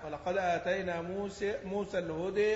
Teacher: الهدى تمال لان جاء بعد متحرك، اما موسى فسقطت منها الاماله للساكن